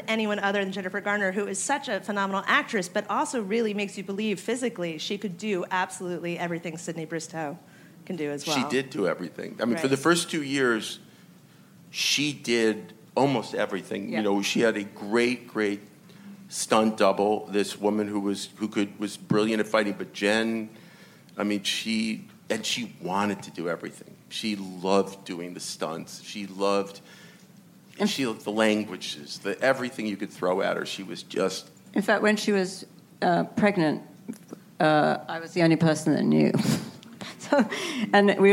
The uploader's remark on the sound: Recorded at ATX Television Festival